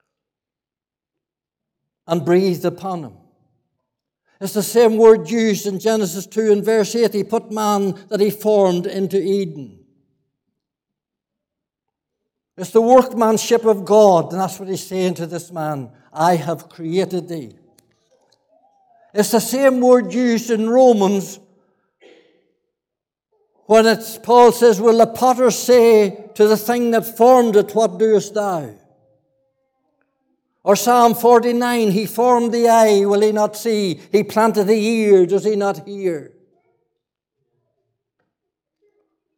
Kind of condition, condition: setting, large echoing room